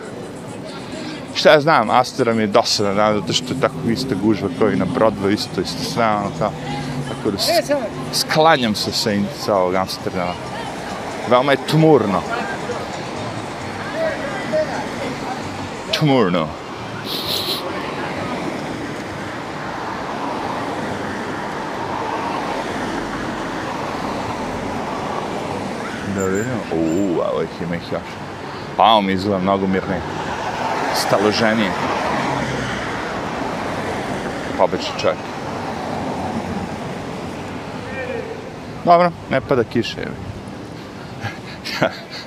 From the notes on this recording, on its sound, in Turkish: CAMERA: DJI OSMO in ACTION, odradio fenomenalan posao sa rocksteady opcijom, audio LG G8 telefon.